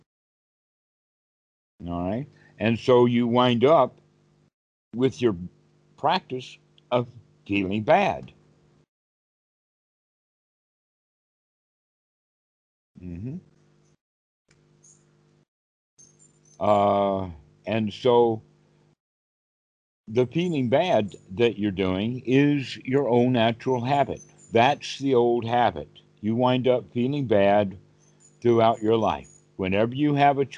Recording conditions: video call